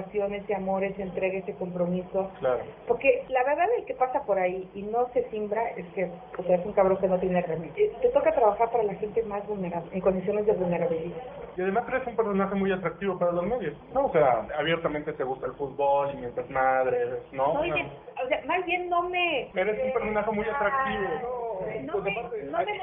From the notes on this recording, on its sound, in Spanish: Grabado en 2010 (Low-fi). Grabado en Low-Fi.